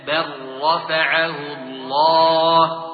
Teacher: إدغام اللام ساكنة بالراء إدغاما كاملا. تقول بل رفعه الله ولا تقول بل رفعه الله، إنما بل رفعه الله إدغام كامل.